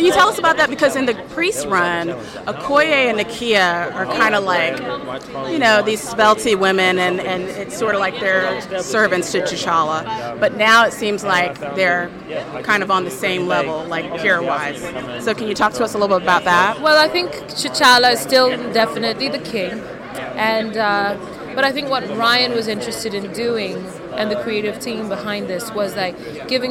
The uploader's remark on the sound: At San Diego Comic Con, we had the opportunity to chat with the following talent